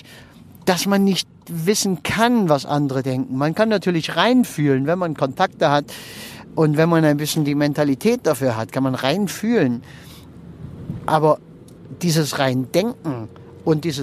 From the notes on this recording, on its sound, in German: Wenn ich mit meinem Aufnahmegerät am Straßenrand im Auto sitze, wenn ich während der Autofahrt aufnehme oder sonst irgendwie, dann ist die Aufnahmequalität etwas gemindert. Manchmal kannst du hier auch eine Rede mithören.